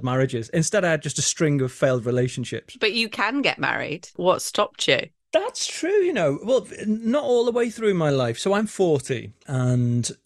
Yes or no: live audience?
no